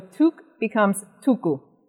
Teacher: the language looks to the vowel before it and just inserts a copy. And so tuk becomes tuku. · Term: copy vowel insertion rule